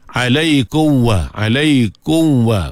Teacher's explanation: walaula fadlullahi alaikum, tutup mulut bagi rapat dulu, kum wa, takut dia tak sempurna mim, alaikum wa, alaikum wa, mim tak rapat biar mulut, jadi tak sempurna mim, dengan sebab dia kalut nak sebut wa